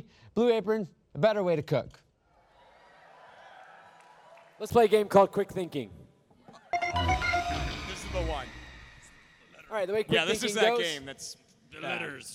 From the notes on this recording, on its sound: a completely wild live show during RTX Austin 2018